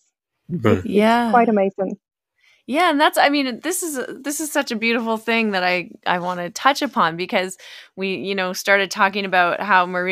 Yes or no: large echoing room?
no